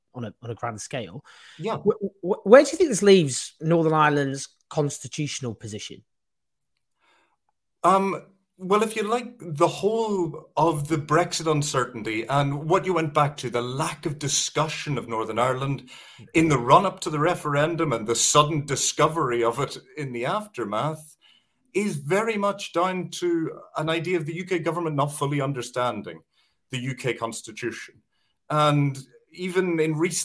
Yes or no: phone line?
no